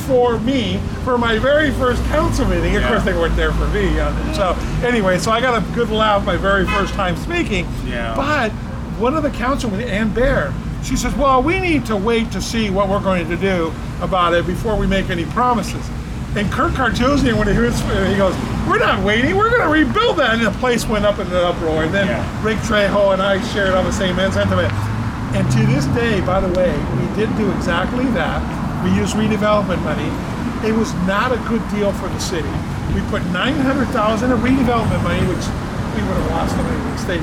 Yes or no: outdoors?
yes